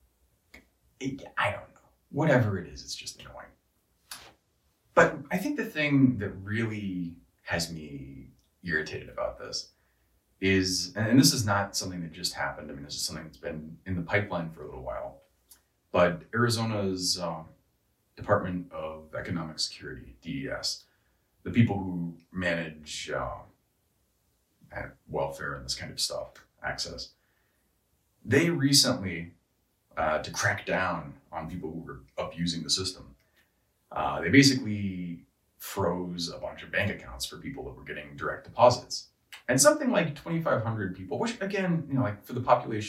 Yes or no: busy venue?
no